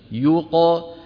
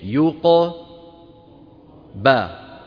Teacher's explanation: القاف ساكنة مقلقلة، نعيد الفم إلى وضعه الطبيعي. يوق با، عند الباء نفتح.